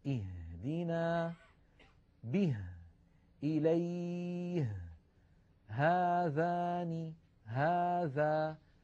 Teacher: كذلك حرف الهاء اهدينا، وأؤكد على حرف الهاء وانتبهوا إليه لو سمحتم، اهدينا به إليه، هذان هذا، تخرج هذه الهاء من أقصى الحلق وليس من الصدر وليس من القصبة الهوائية